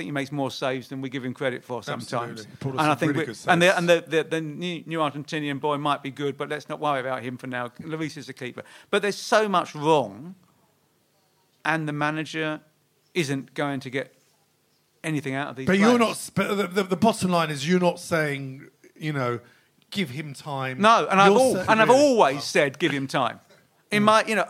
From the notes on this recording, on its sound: A very special live show at the Albany in Great Portland Street.